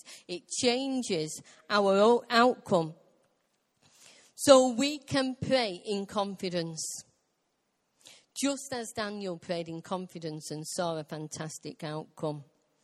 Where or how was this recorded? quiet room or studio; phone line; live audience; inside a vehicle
live audience